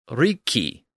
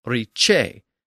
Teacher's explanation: it had experienced that shift from the K to the CH sound · Term: assibilation